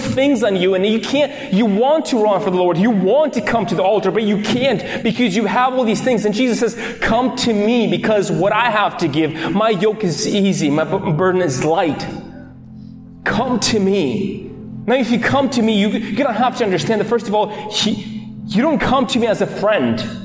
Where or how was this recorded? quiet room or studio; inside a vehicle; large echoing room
large echoing room